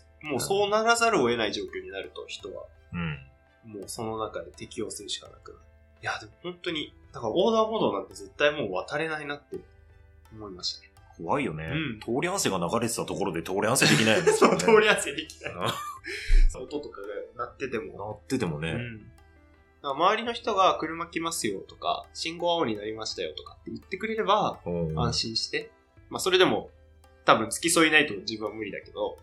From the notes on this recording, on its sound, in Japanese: 音質悪くてすみません